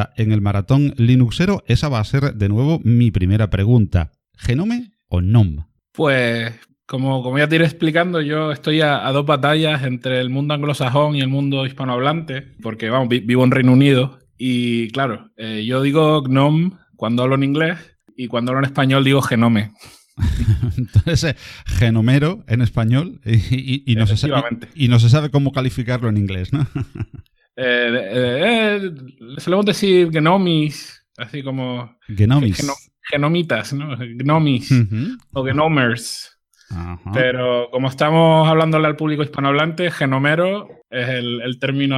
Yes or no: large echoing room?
no